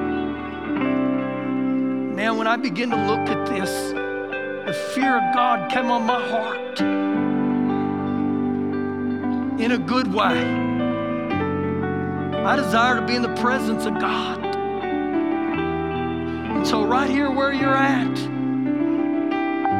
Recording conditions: live audience